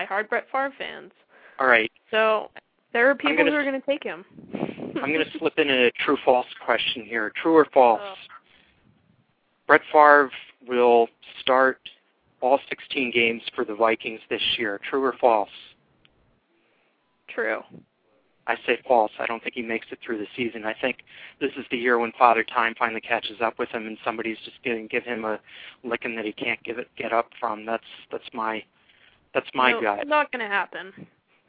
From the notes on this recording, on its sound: Fan interaction via phone.